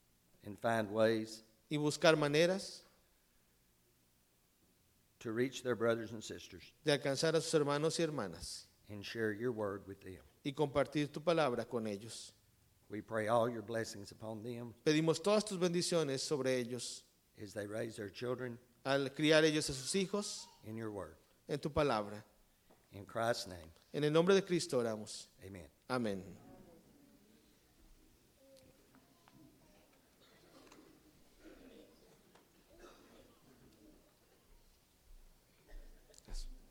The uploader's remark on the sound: Combined Service w/ Hispanic Church